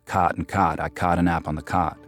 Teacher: half of Americans rhyme the words C-O-T and the words C-A-U-G-H-T, right? So cot and cot, I caught a nap on the cot.